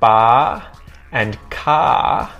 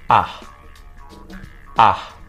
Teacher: So we make this sound by just lowering our jaw quite a way and just literally saying the sound ah, but short, ah, ah. So as opposed to words like bar and car, which have the long a sound, this sound is a very short sound · Term: short ah sound